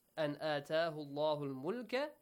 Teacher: nun sakin plus hamza, it's rule idhar. You don't need to change anything, yes? Just clearly pronounce the letter nun.